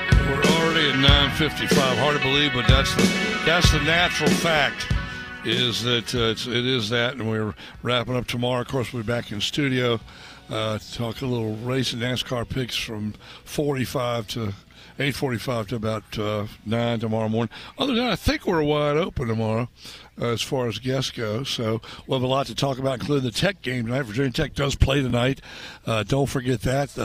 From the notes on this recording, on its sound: record live at the Henrico Sports & Events Center